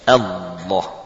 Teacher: lamnya dibaca dari tepi lidah menempel ke gusi